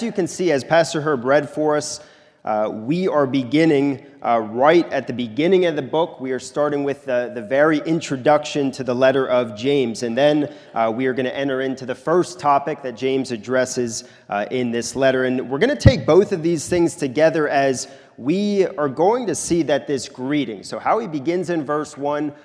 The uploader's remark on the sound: This is a sermon recorded at the Lebanon Bible Fellowship Church in Lebanon, PA during the morning service of 1/7/2024